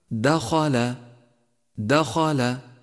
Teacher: انتبه إلى تفخيم حرف الخاء المفتوح في كلمة دخل، دخل، فقد وقع بين حرفين مرققين هما الدال واللام، فالفظه هكذا دخل، دخل.